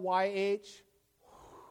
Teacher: But scholars and rabbis have noted that the letters YHWH represent breathing sounds or aspirated consonants. And so when pronounced without intervening vowels, it actually sounds like breathing. And we inhale YH, exhale WH.